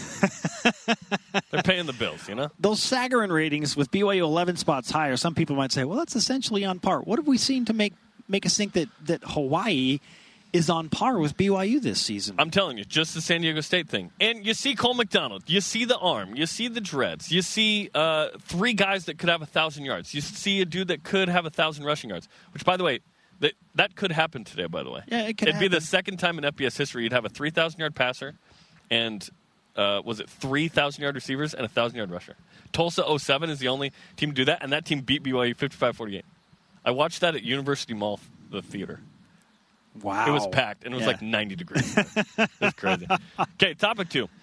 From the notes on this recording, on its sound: Live from Aloha Stadium. It is Bowl Game day.